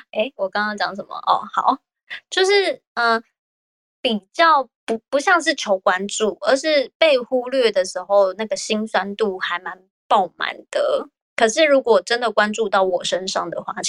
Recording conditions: poor microphone